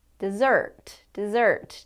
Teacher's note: Do you hear that falling intonation at the end?